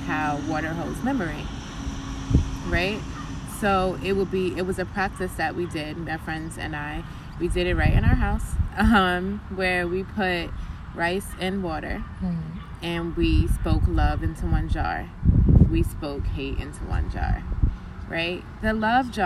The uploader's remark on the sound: We recorded this outside in a park